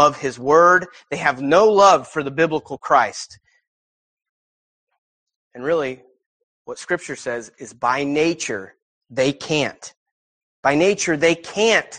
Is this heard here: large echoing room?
yes